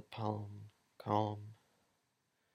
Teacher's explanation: But for words ending in om, I fully pronounce the L. Like it's completely there, not just a subtle thing.